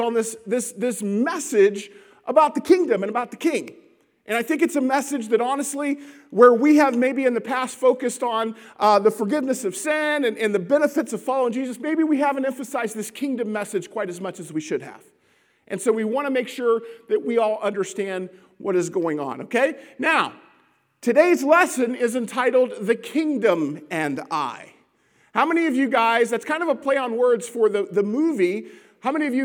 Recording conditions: large echoing room